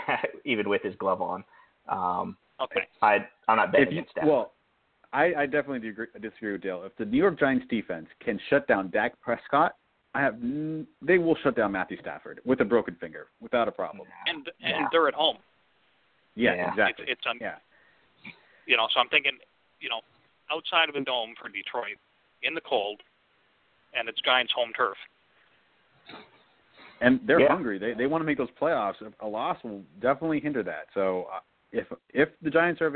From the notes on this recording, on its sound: LIVE SHOW! We are discussing playoffs, waiver wire pick ups, and taking live calls.